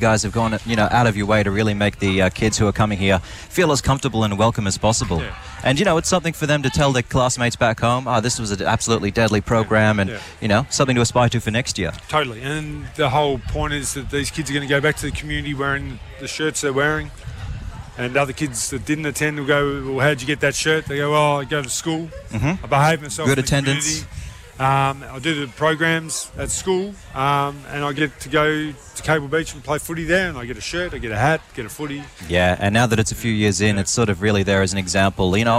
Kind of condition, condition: setting, outdoors